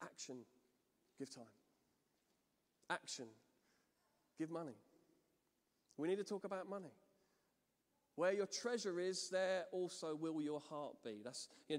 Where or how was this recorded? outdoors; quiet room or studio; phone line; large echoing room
large echoing room